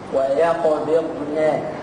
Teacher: قلقلة الباء وعدم قلقلة الضاد